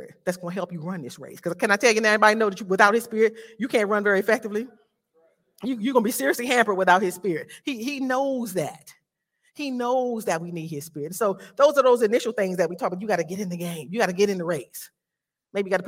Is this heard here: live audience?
yes